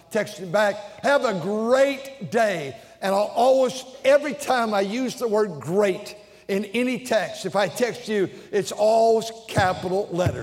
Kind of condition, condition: setting, large echoing room